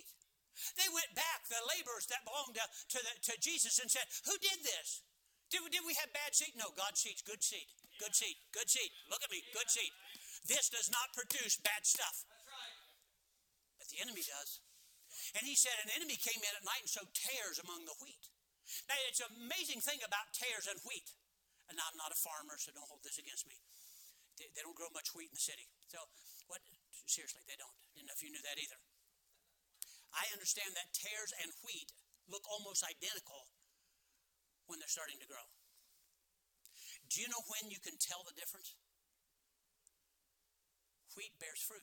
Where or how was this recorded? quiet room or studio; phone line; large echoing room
large echoing room